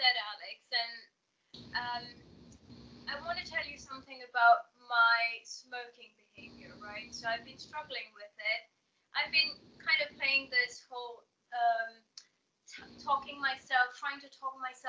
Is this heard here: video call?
yes